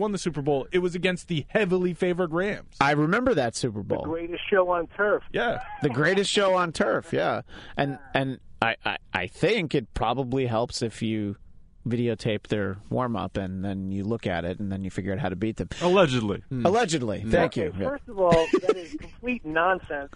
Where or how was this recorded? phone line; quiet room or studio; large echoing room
phone line